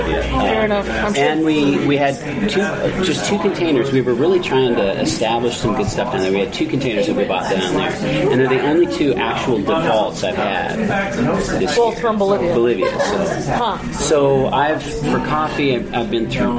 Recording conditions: background noise